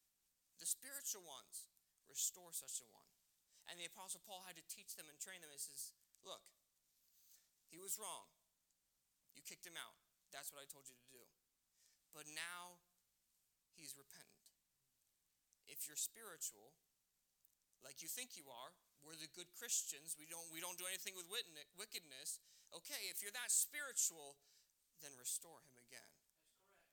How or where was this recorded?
large echoing room